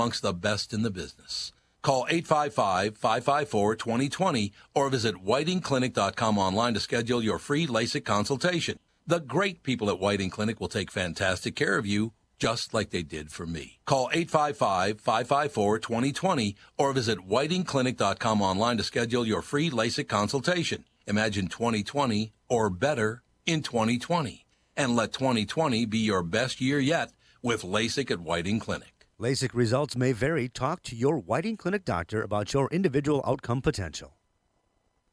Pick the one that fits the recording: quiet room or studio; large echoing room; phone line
phone line